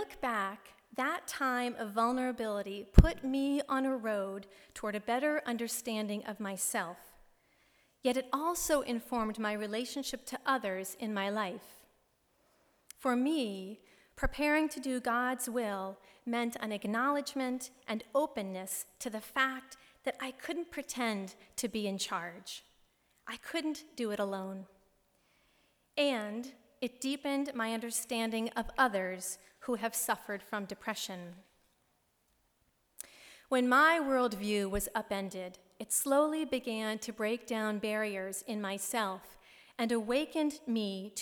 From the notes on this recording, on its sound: Delivered March 13, 2016 at Plymouth Congregational Church in Belmont, MA.